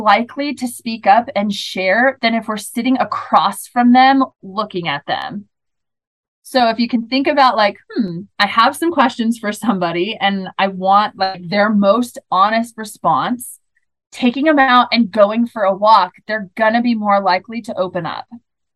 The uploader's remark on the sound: this is the audio from the webinar.